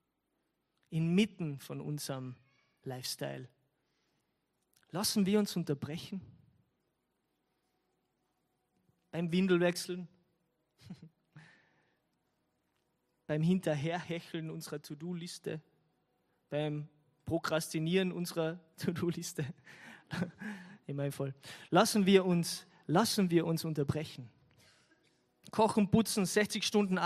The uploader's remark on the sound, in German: Gottesdienst live aus der LIFE Church Wien.